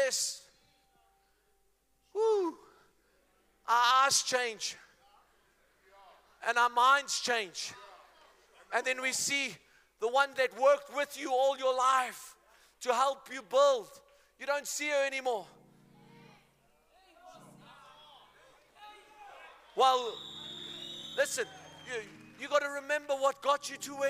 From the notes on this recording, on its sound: Men Of Hope Conference 2022 Day2 Message